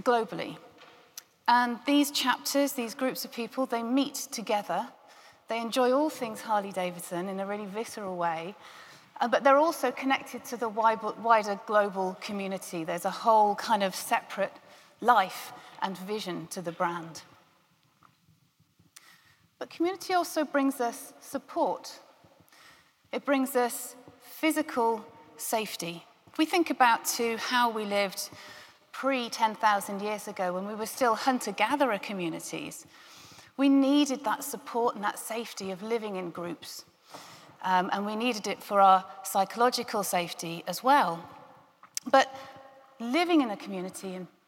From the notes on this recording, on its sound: a keynote from GREENHOUSE 2021